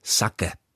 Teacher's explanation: Originální japonská výslovnost poslední samohlásky je ale krátká, takže by se mělo psát spíš sake.